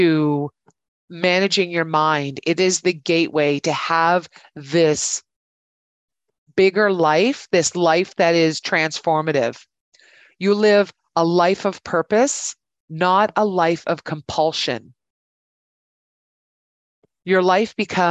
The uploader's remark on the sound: Here is the recording of my webinar last week.